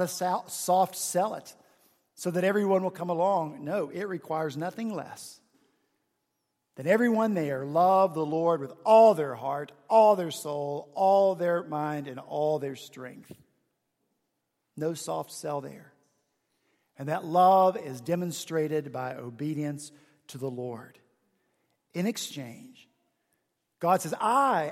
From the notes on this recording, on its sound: at Redeemer Presbyterian Church in Charleston, SC